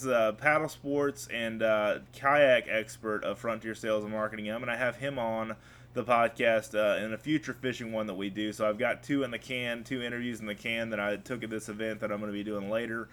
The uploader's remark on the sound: An outdoor writers fishing event in Venice, Louisiana. This was a live "on location" podcast.